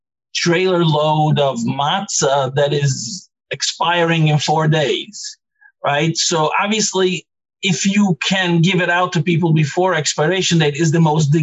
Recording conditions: video call